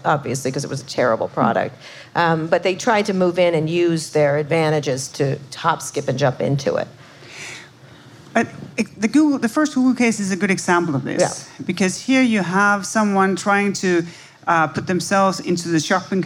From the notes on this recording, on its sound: Live at SXSW 2019. In front of a live audience at South by Southwest 2019.